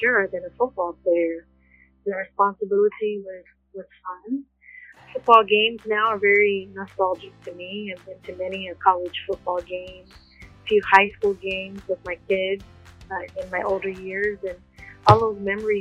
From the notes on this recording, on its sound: Sincere apologies for some of the sound quality. Cell phone interviews has its challenges.